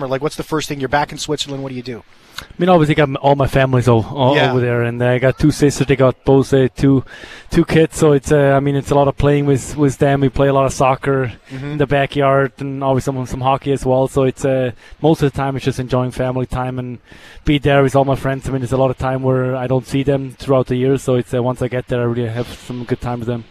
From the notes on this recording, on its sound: live from the Hockey For All Centre in preparation for Jets Fan Fest.